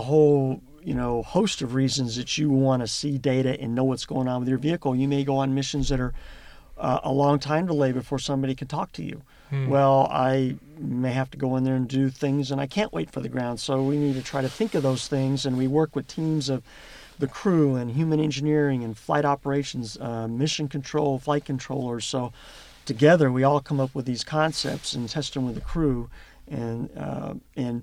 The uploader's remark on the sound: the actual audio from inside the Orion capsule during its first flight